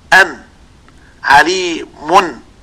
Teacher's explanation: مقدم اللسان لا بد وأن ينطبق على اللثة · Term: النون الساكنة أو التنوين